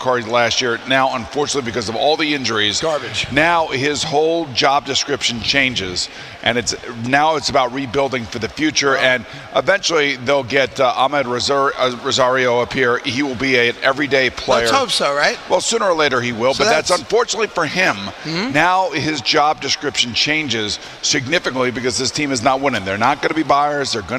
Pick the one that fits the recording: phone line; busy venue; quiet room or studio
busy venue